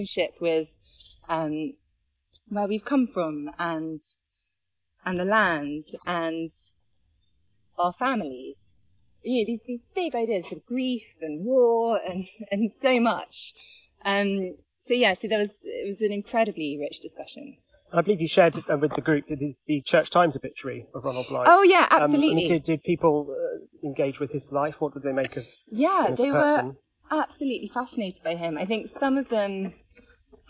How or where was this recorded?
outdoors